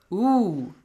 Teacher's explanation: So in this case we have the dhamma produces the sound o. There is a waw. This waw comes and says stretch the sound. Ooh. Ooh. · Term: waw maddi